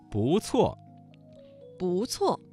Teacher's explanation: 这个词当中的不字在四声之前变成了二声。